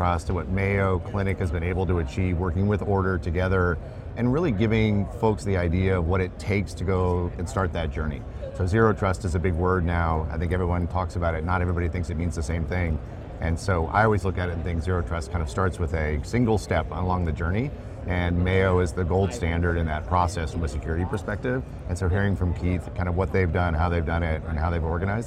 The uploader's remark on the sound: an Interview in Action live from HIMSS 2023